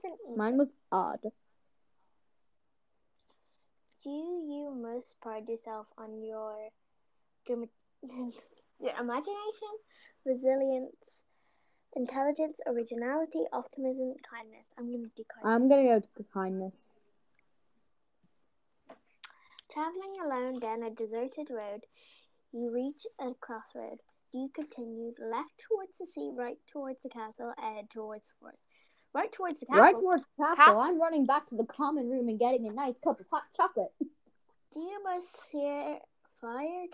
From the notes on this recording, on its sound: Sorry about the sound mix up!